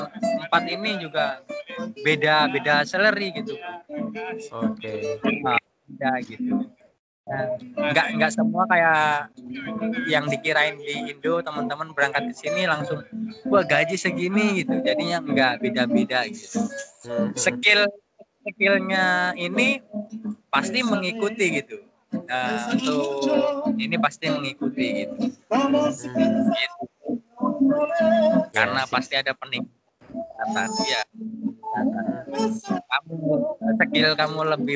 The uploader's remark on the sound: Live In Chinatown London.